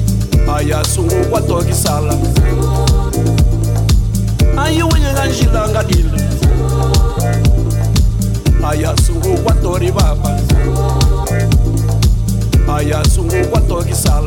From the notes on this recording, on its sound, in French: C'était jour de Grand Marché avec l’édition spéciale Bacalhau, rendez-vous sur la place des quais à la Friche Belle de Mai avec Les Grandes Tables. Radio Grenouille s'installe en live.